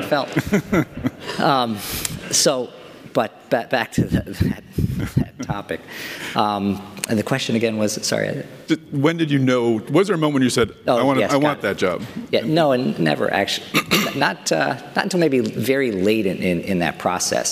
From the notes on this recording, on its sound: DeviceTalks Boston’s opening keynote conversation